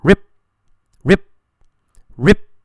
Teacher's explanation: The first P sound is cut short, very short.